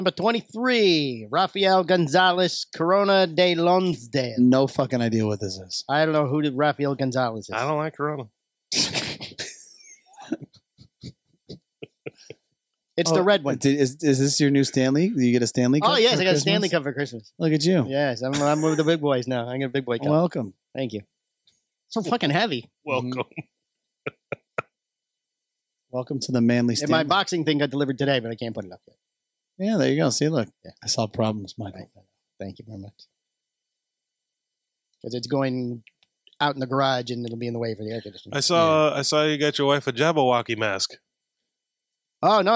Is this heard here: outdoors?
no